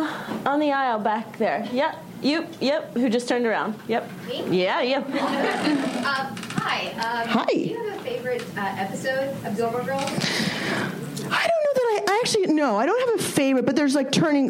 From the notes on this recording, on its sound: From ATX Television Festival. An intimate conversation. Recorded June 5, 2015 at ATX Television Festival.